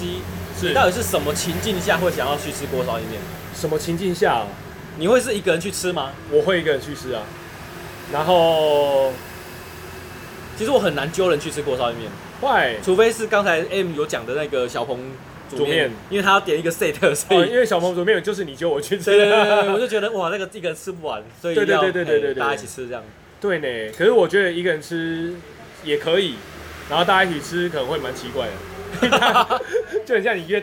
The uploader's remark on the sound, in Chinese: 錄音地點：牽咖啡 Chen Coffee